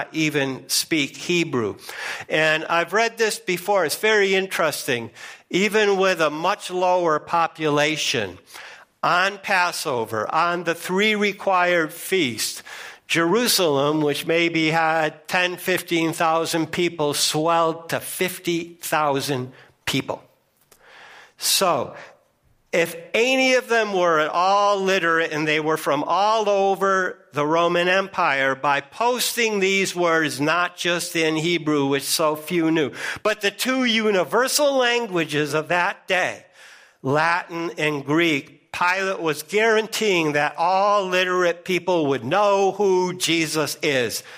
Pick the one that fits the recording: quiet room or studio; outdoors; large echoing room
large echoing room